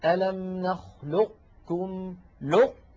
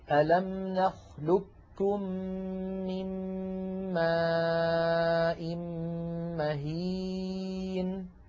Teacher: أنتم اقرأوا فقط بإدغام القاف في الكاف والنطق بكاف مشددة · Shown in: second take